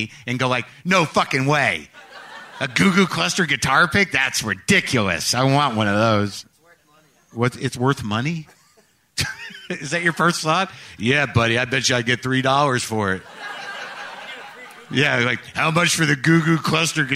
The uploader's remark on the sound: Take the stage in front of a live audience in Nashville, Tennessee, as part of The Wild West Comedy Festival.